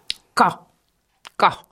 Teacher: Et le ka, il est vraiment plus au fond de la gorge.